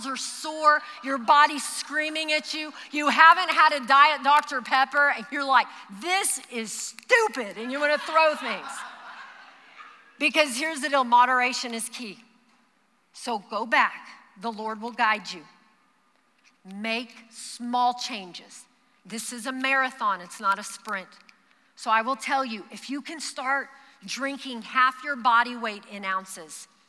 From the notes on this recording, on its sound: Recorded live during our Wednesday night service